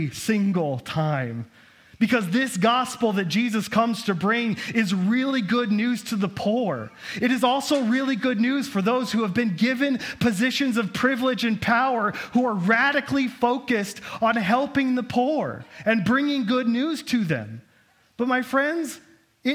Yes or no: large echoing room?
yes